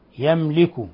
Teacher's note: ميم ساكنة جاء بعدها اللام إظهار شفوي